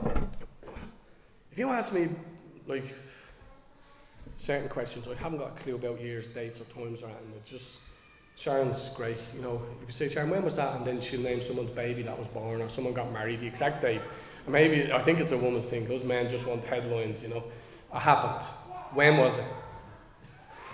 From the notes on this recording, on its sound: Recorded live in Liberty Church.